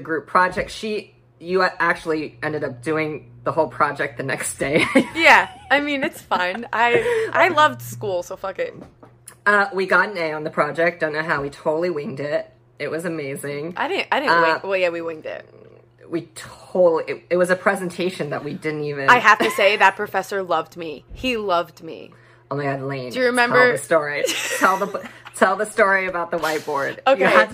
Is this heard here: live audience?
no